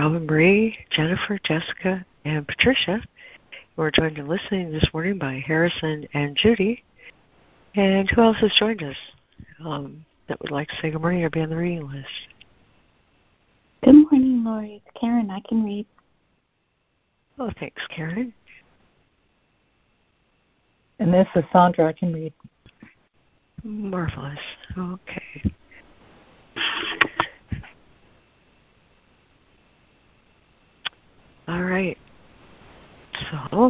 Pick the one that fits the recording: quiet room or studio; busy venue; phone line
phone line